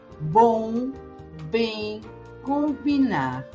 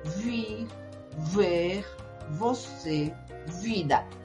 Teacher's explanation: Bueno, la B larga y la B corta, la B labial y labio dental siempre bien marcadas